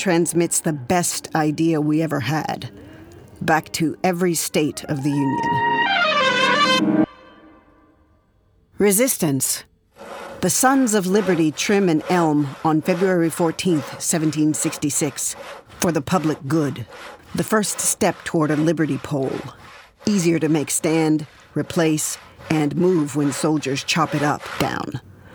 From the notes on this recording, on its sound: Recorded at The Collapsable Hole , NYC in 2021. Recorded at The Collapsable Hole , NYC in 2021.